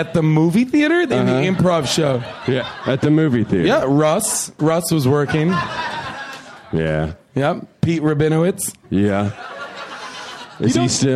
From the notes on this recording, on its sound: Taped at the UCB Theatre in NYC.